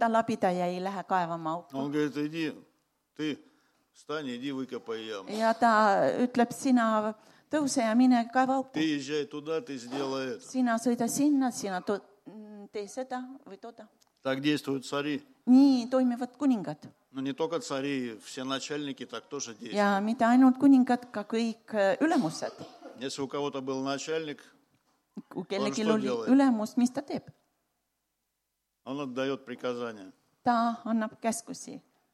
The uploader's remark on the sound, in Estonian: Audio salvestus koosolekult